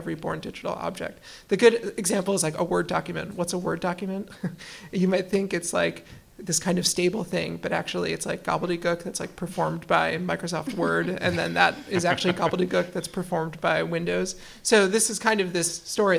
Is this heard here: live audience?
yes